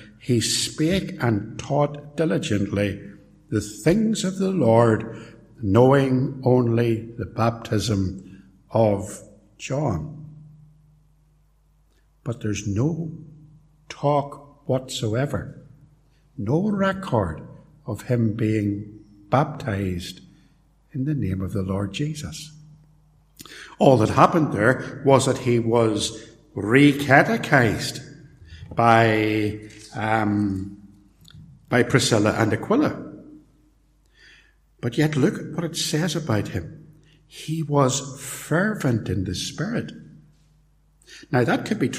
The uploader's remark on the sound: Recorded live at Templepatrick Reformed Church, Co.Antrim.